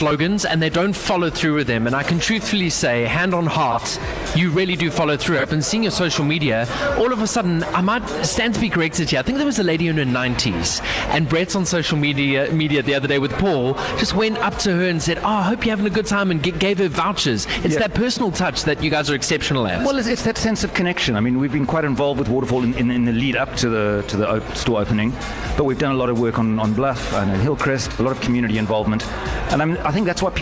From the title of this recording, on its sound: live at the Oxford Fresh Market's newest store